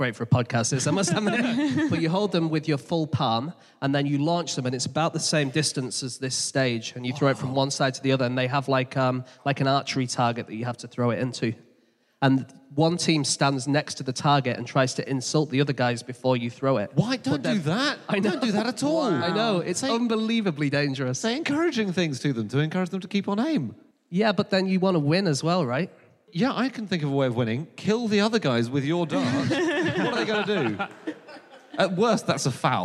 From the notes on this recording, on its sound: Live from Coventry